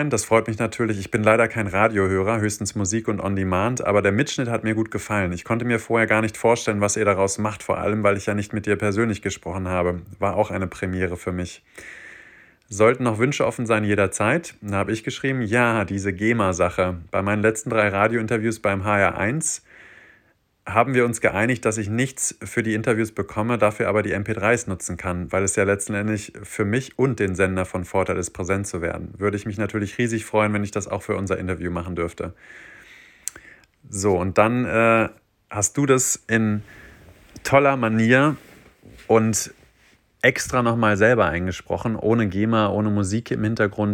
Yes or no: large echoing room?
no